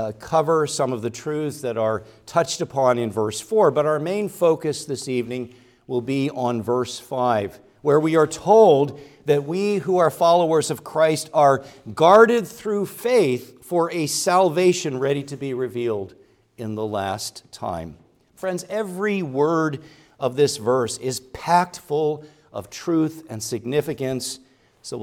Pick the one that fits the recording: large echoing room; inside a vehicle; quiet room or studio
large echoing room